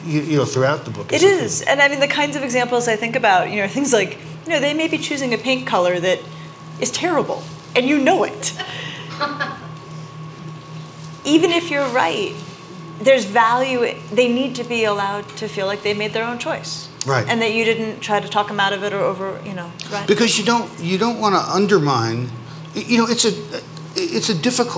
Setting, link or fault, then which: setting, live audience